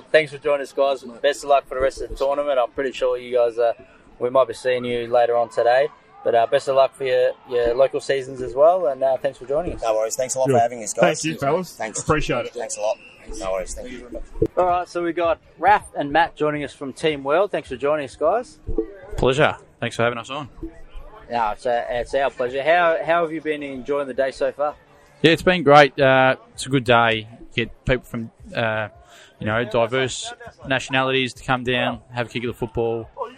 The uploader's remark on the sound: On Location Live at Nations Footy Cup 2021